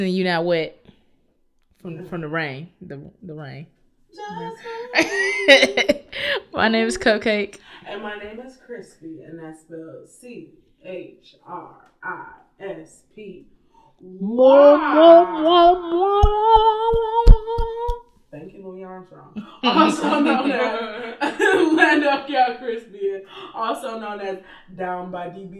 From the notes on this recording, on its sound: Due to a technical difficulty or two, the audio was compromised and has impacted our quality.